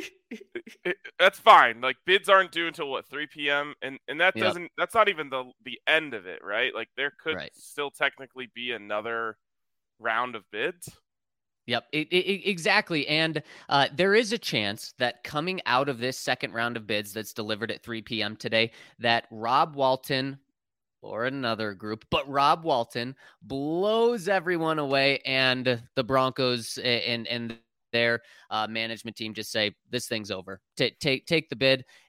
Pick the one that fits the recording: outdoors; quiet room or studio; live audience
quiet room or studio